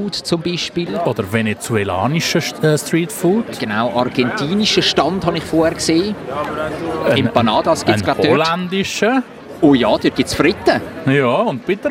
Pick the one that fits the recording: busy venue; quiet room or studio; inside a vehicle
busy venue